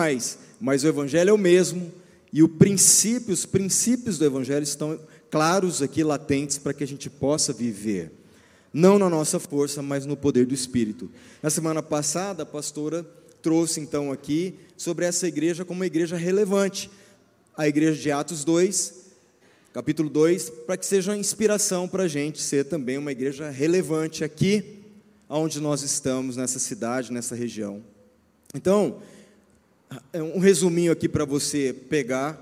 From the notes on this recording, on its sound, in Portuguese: Culto ao vivo 19FEV24